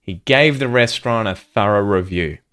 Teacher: T deletion again, because the word restaurant ends in NT.